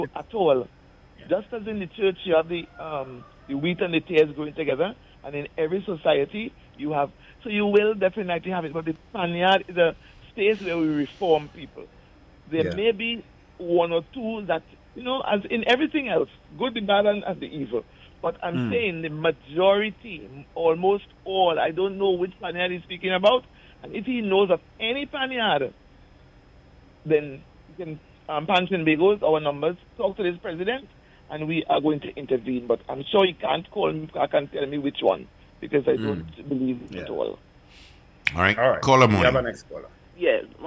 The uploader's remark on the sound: During this hour we take calls from our audience